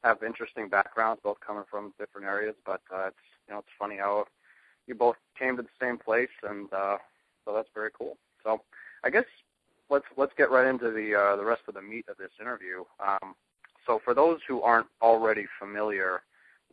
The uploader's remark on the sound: I had the opportunity to get on the phone with the creators of the new TACFIT Firefighter Program.